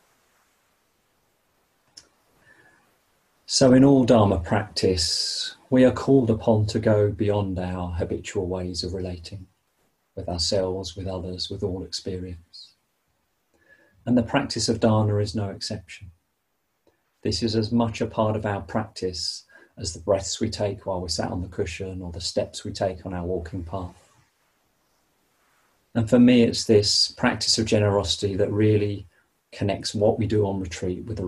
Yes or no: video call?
yes